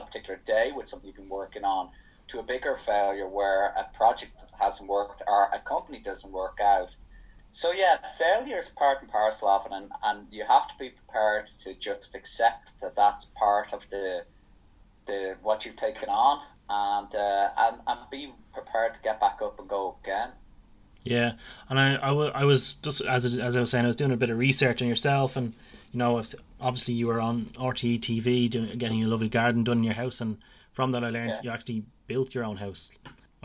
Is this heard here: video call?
yes